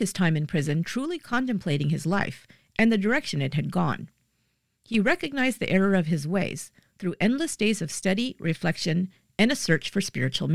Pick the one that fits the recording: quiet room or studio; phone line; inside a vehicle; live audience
quiet room or studio